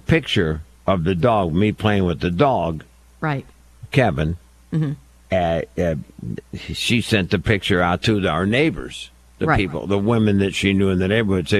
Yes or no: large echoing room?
no